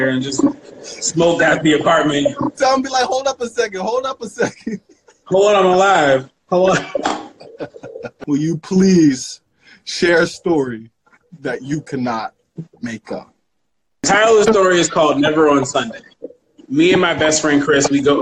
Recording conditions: video call